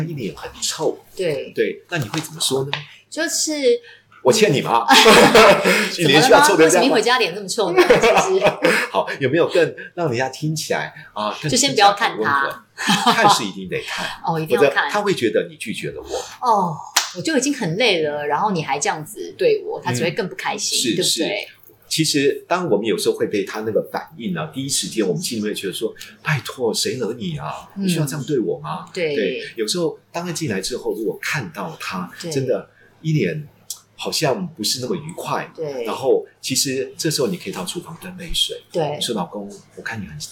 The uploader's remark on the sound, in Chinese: 音質較差